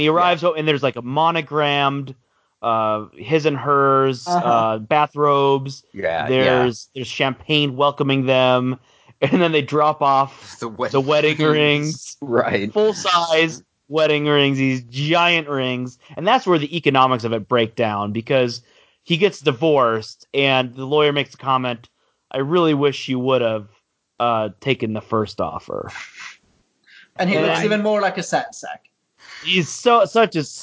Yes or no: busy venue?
no